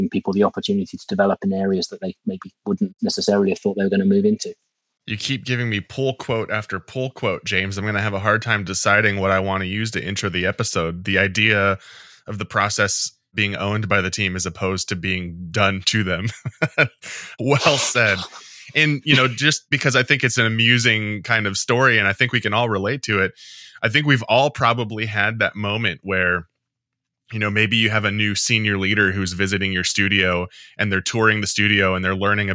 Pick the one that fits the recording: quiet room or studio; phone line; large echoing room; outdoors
quiet room or studio